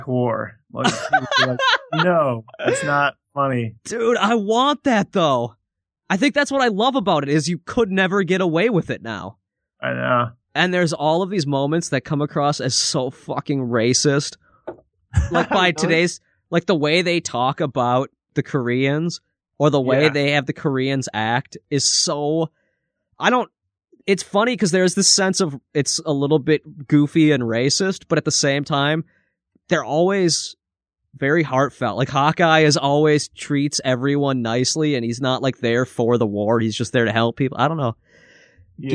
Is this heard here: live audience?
no